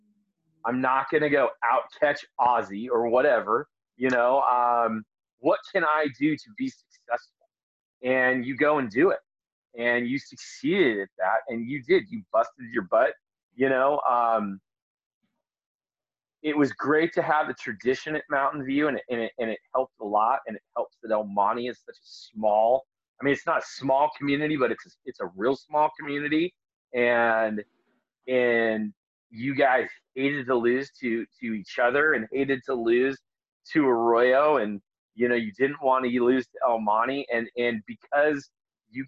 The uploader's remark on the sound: In this episode I sit, via Zoom